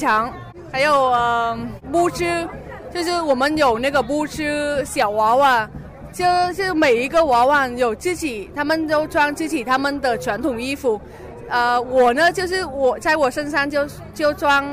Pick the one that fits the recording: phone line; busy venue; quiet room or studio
busy venue